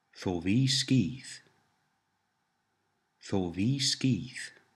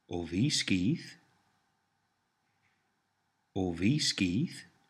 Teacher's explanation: As with he is and she is, to change the statement into a question, all you need to do is drop the th sound at the beginning of the sentence and change the tone of voice · Shown in: second take